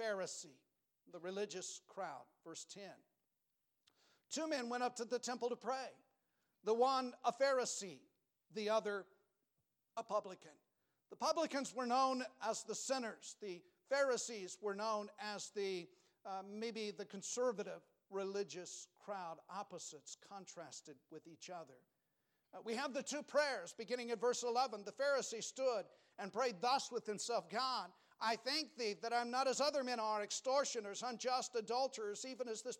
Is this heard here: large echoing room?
yes